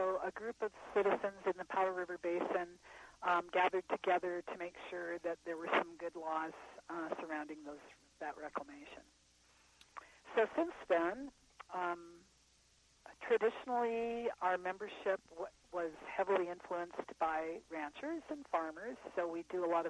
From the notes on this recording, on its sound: Was on the phone calling in from Clark, Wyoming.